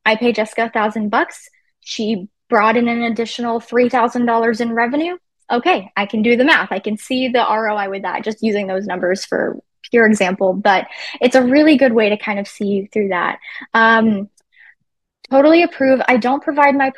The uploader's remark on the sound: In this encore replay of our live webinar, Business Class.